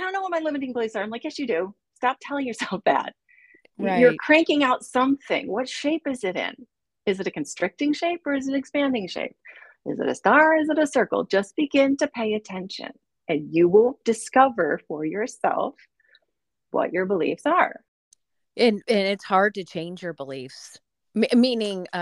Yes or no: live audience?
no